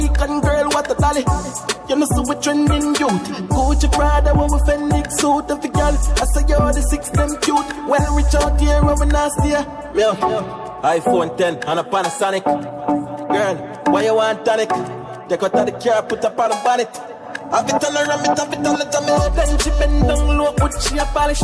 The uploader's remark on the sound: Live audio from Seafood Tuesdays at Manville in NY